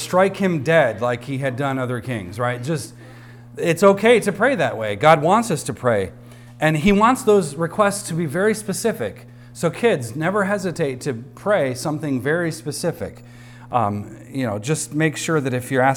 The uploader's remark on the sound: Recorded on Sunday, October 8th, 2023, at the weekly worship gathering of Cross & Crown Church.